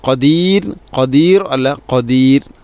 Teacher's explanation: ഖദീർ റായിനെ തർഖീഖ് ചെയ്യുക, നേർപ്പിക്കുക.